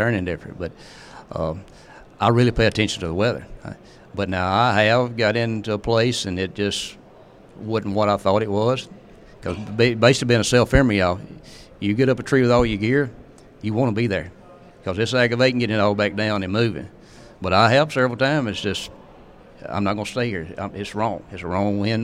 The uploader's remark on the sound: A "Killer" Q & A at The Mobile Hunters Expo